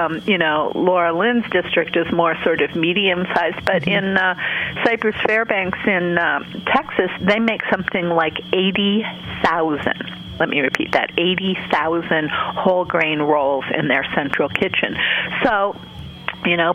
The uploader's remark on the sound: Asked listeners to call in about their favorite back-to-school innovations, and they did, from all over the country.